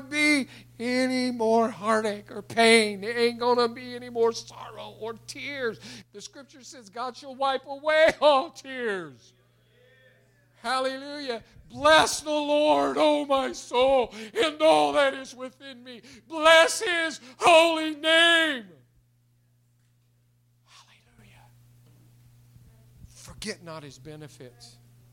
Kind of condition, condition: setting, large echoing room